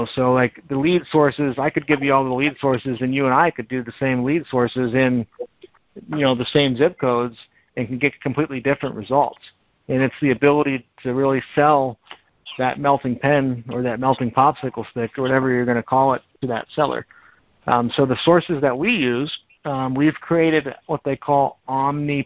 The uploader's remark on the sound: Gold Club Q&A Call